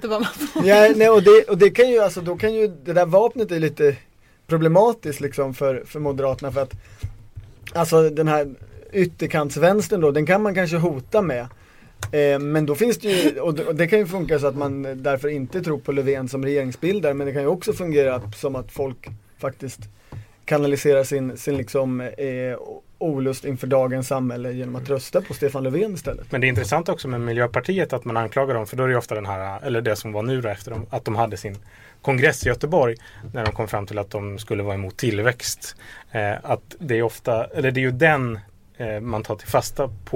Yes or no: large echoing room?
no